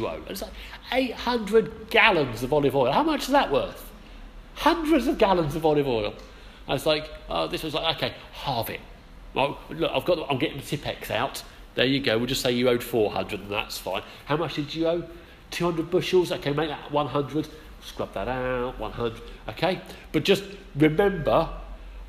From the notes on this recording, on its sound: Our sermon from the 11am service